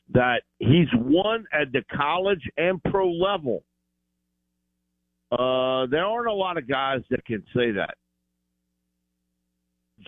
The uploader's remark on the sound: Joins the show on the Farm Bureau guest line talking football and beyond live in the BankPlus Studio.